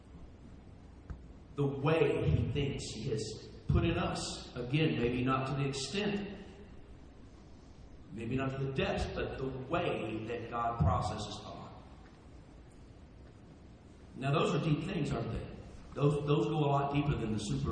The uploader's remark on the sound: Please forgive the poor audio quality of this recording.